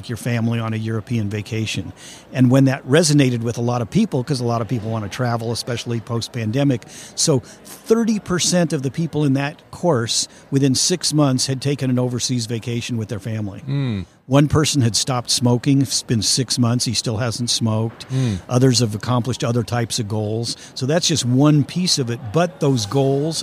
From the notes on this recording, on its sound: LIVE at the Business RadioX® remote at SOAHR 2023.